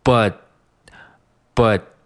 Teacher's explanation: 你会听到一个非常急促的一个停顿那这个停顿呢，就是因为我当时在做这个，t，这个音的一个口型。那如果你不做这个口型的话呢，就没有这个停顿了。那么整句话的节奏就错了，啊，或者说你如果读成“吧”，那这个音，啊，也是有问题的。那别人不会觉得你读的是一个 “but”，他可能在想的你，呃，读的是不是这个酒吧，bar 这个单词之类的啊，是个英音的读法，“bar”，“bar”他会这么想的哈。所以说，无论从节奏上，还是从我们单词的这个识别度上来说，我们在